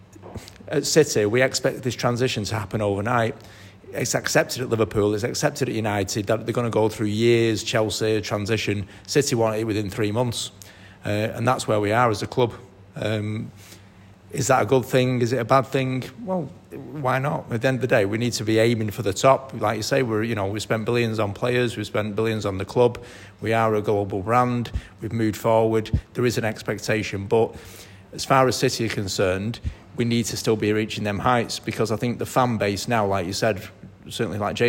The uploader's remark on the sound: live at the Bury MCFC official supporters